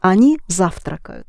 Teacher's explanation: the first syllable accented